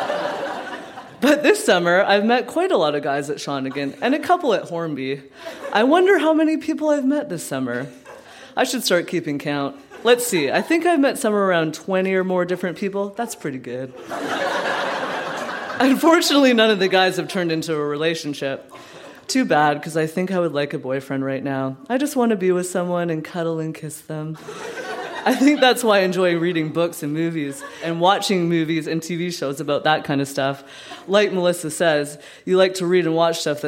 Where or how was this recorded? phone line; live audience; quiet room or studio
live audience